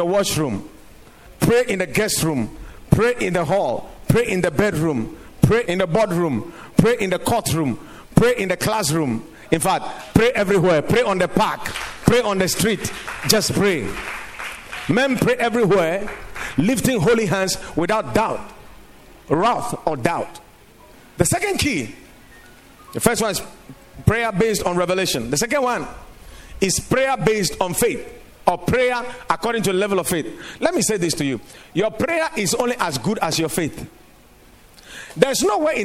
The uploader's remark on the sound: Preached at the Watered Garden Church